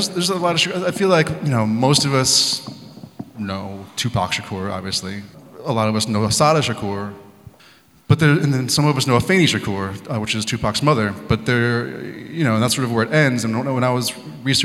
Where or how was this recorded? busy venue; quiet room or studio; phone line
busy venue